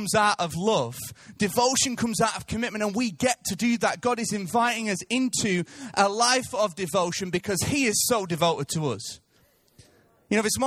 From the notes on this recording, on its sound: Recorded live at Life Church Lancashire.